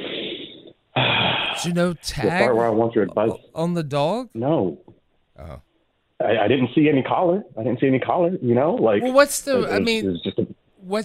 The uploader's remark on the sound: Open Phones